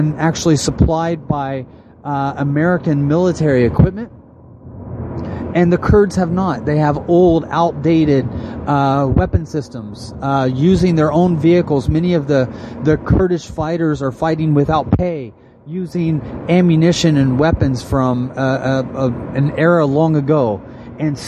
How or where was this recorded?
inside a vehicle